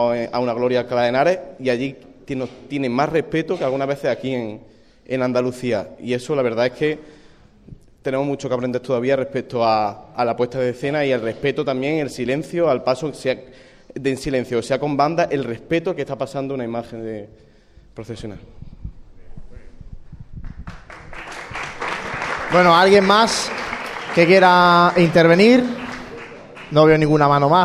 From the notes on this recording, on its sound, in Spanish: Pasión en Jaén ha sacado sus micrófonos para grabar la mesa redonda sobre la juventud cofrade que ha tenido lugar en el marco del Encuentro de Grupos Jóvenes organizado por el Grupo Joven de la Estrella con motivo de su décimo aniversario. Casa Hermandad Estrella.